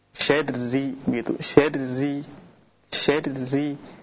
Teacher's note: huruf ra ketika kasrah dia tipis, walaupun ra tersebut bertasydid, karena yang merubah hukum huruf ra itu harakatnya, bukan tasydid.